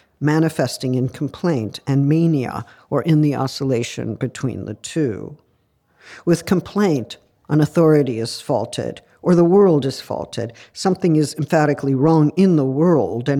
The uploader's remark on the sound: The lecture was recorded at the University of Copenhagen, Denmark, on May 4th 2023.